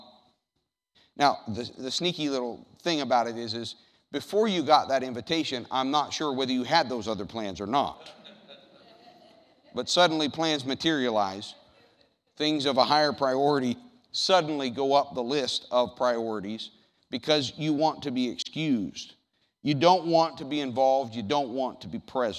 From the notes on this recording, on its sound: The audio from the worship service on June 9th, 2019.